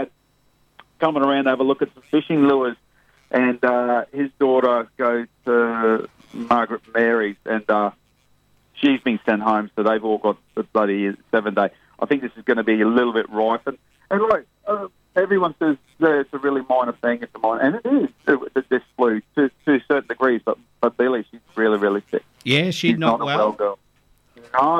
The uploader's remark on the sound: on the phone who is home in covid isolation